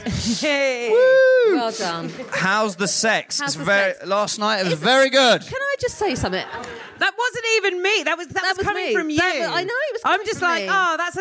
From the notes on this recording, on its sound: live at The Phenic Arts Club in London.